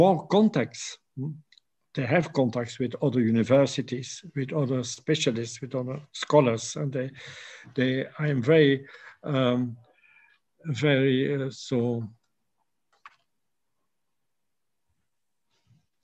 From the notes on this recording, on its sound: A webinar lecture. Originally broadcast as a live event March 13, 2021.